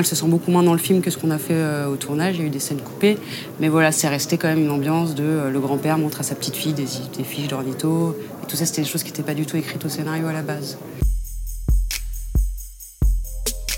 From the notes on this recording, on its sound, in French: Lors du 76ème Festival de Cannes, nous avons rencontré